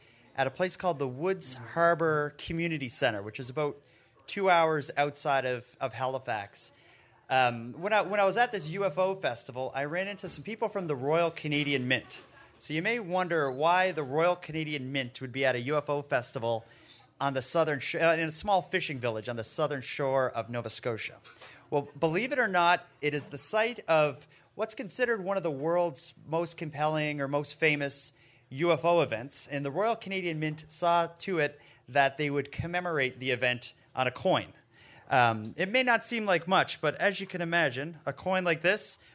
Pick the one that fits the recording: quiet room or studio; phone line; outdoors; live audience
live audience